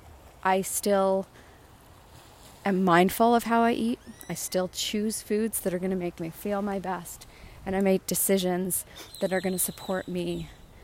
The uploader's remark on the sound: Records live on n the beach in Playa Del Carmen.